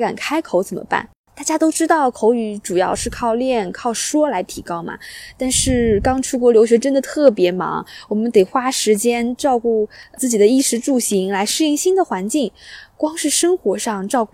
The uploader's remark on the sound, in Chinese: 我在湖边跑步，忽然来了兴致，于是在户外完成了播客录制。你将听到风声、鸟鸣、交通噪音、比较快的语速。